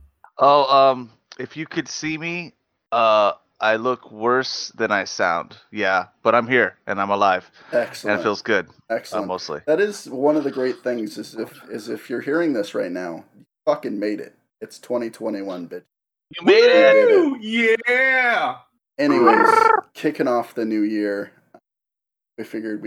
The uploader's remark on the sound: Please forgive our technical difficulties.